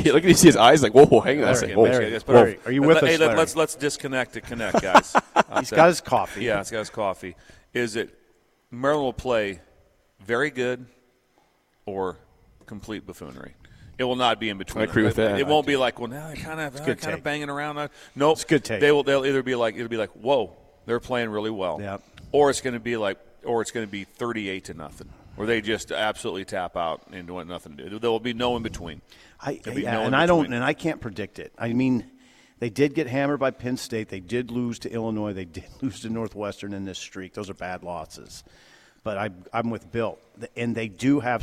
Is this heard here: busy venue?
yes